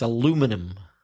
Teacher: The stress changes to the second syllable and the pronunciation.